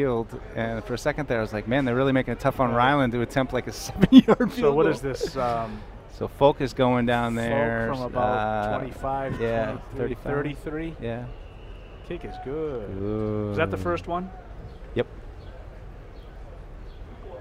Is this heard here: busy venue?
yes